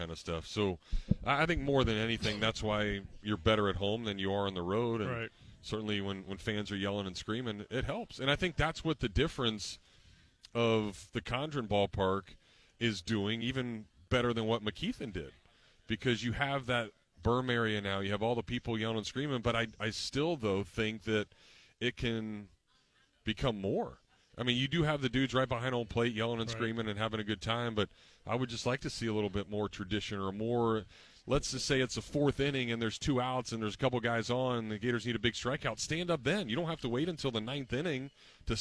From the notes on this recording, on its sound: Joined the show outside of Alumni Hall. Took your calls about the team's recent sucess.